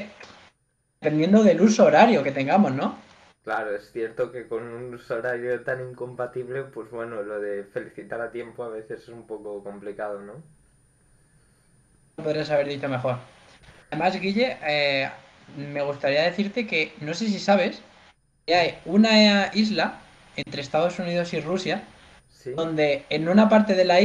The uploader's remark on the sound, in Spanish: En este episodio sufrimos problemas de audio